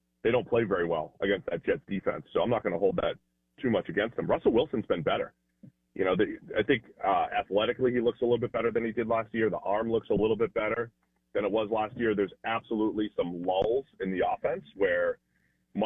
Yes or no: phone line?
yes